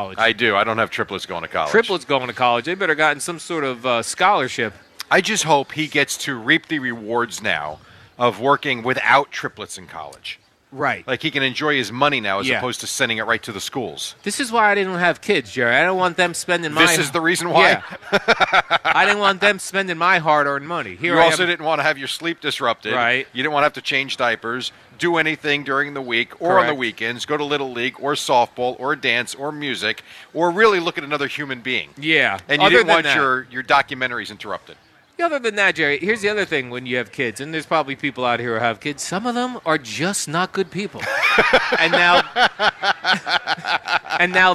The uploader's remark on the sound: Live from D'Jais in Belmar